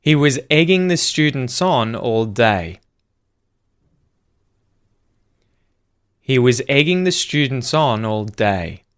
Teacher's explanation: Notice the intonation descending at the end. He was egging the students on all day.